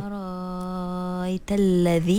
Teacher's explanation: hamzah yang kedua tu kita tukar jadi alif. So dia jadilah ra alif ya mati.